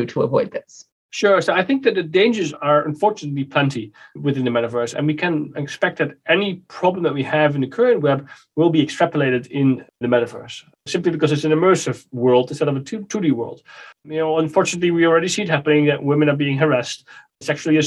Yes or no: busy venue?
no